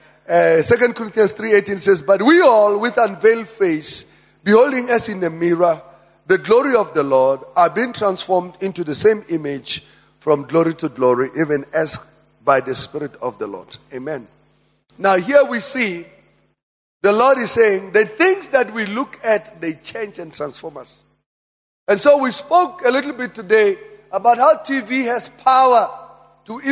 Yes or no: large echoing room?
yes